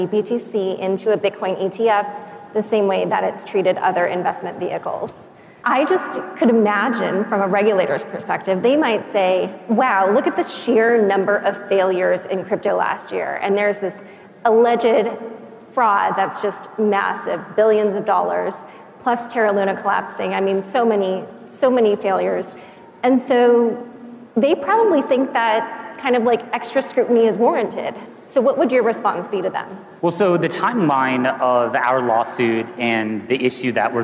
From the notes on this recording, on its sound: A Consensus 2023 panel